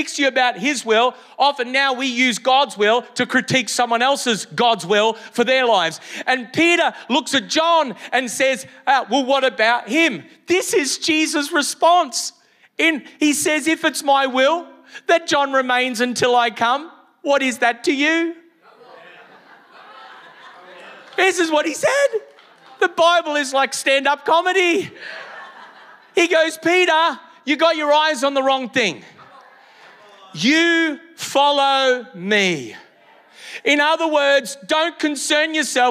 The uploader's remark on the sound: Originally Recorded at Neuma Church Melbourne City.